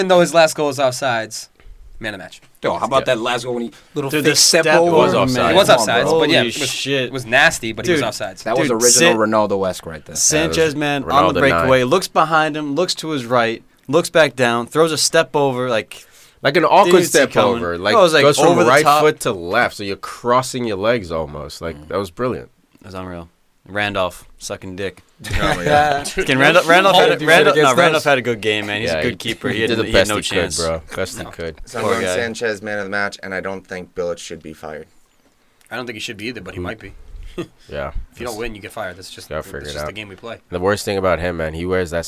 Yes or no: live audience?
no